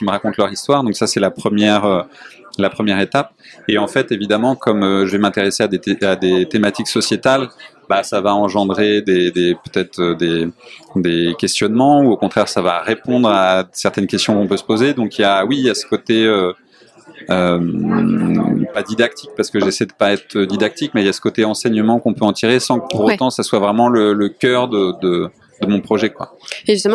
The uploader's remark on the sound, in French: En Festival : Les Reflets du Monde en Lutte - Quai des Bulles 2022. Avant dernier épisode enregistré à Quai des Bulles.